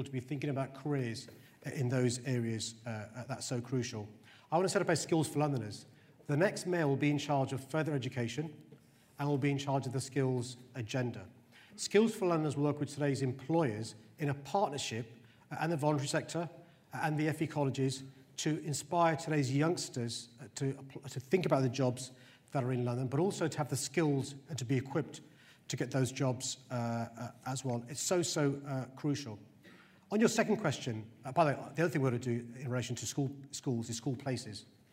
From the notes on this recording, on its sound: mayoral hustings, where London's mayoral candidates traded blows on stage